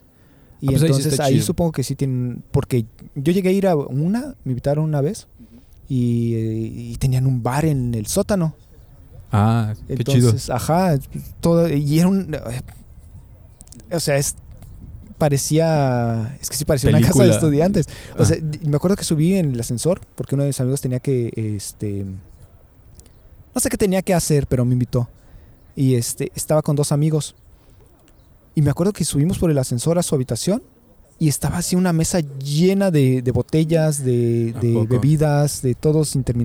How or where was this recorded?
outdoors